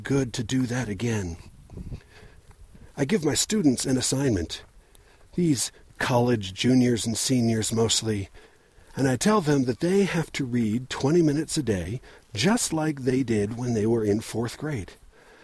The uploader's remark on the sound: Recorded in my secret grading-fishing spot (hint: it's south of Provo) because it's beautiful and secluded and quiet and I can change out of my pants and into my waders by the side of the road and never worry about anyone driving by and seeing me pantsless.